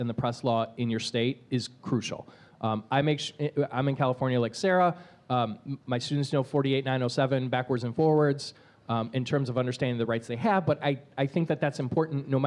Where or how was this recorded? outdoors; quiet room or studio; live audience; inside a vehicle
live audience